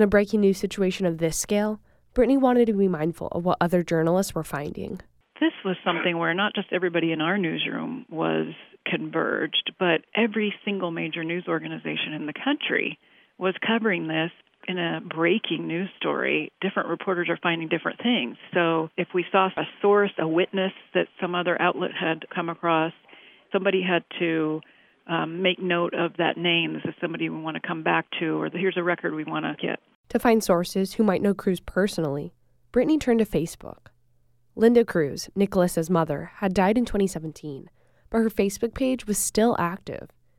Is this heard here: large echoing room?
no